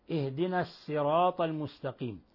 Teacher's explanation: والمعلوم أن لفظ الصراط بالصاد المعرف والمنكر يقرأه قنبل بالسين الخالصة